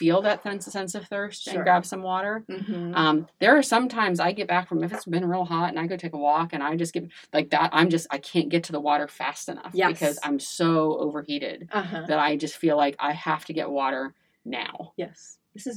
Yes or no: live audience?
no